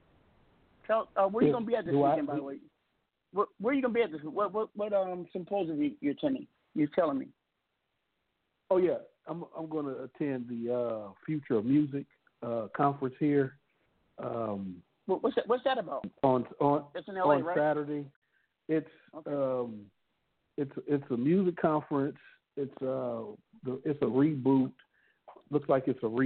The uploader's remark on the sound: We have invited various people to call